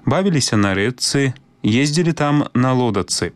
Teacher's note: Цяпер яшчэ пра пару выпадкаў прыпадабнення шыпячага гуку да свісцячага. Пісьмовае спалучэнне «ч-ц», у якім «ц» абазначае цвёрды гук, вымаўляецца па-беларуску як падоўжаны зацвярдзелы «ц».